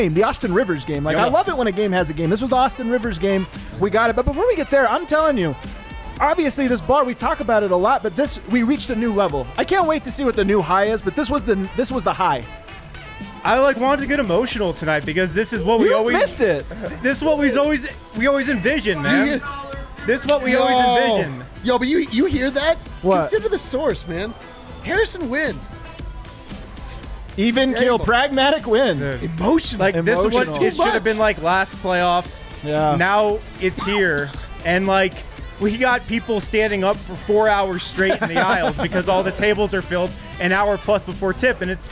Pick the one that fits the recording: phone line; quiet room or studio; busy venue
busy venue